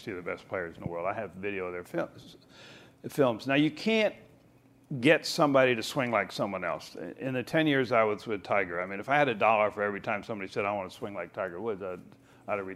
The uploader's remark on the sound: live from the PGA Show